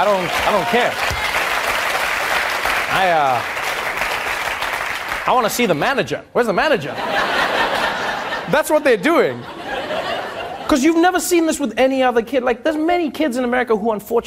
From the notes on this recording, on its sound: interact with the audience when The Daily Show cuts to commercial